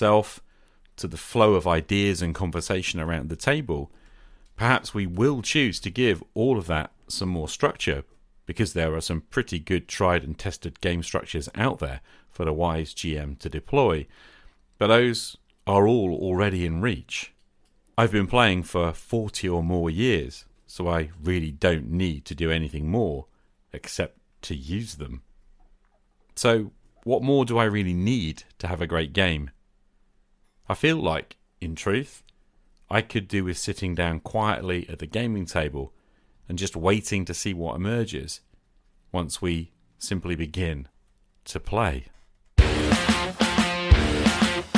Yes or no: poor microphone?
no